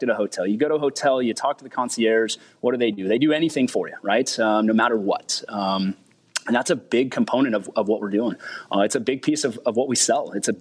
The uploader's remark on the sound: Live from the Enterprise Fleet Summit with Ryder and Zuum. Live at FreightWaves' Enterprise Fleet Summit.